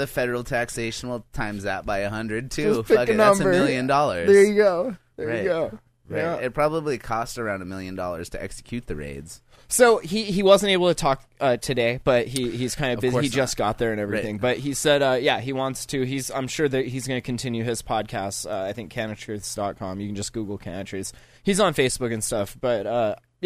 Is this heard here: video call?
no